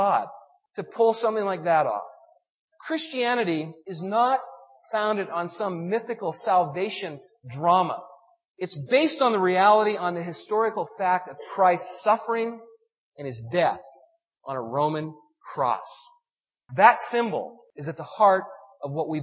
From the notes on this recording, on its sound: The warbling sound in the recording is an artifact of the audio processing to remove feedback from the source recording.